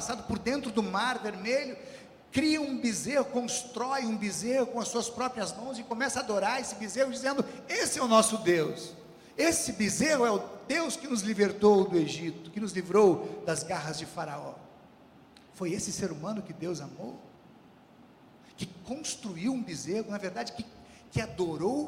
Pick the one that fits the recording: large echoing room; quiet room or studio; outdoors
large echoing room